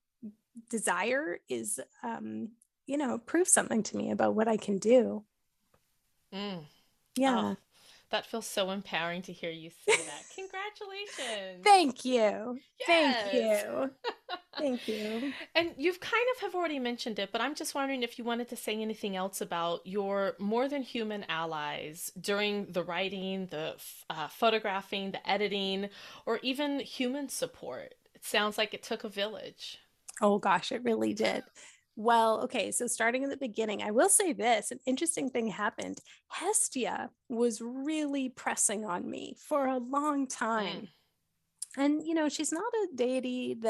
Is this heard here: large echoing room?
no